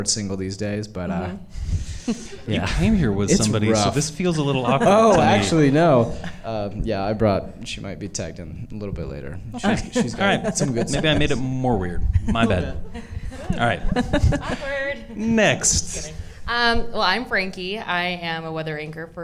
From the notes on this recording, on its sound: LIVE at Treefort! In this live panel discussion. Add in a fantastic live audience at Treefort Music Fest and it’s a great time.